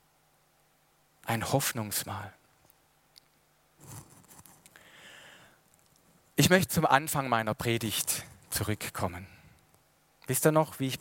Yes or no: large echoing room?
yes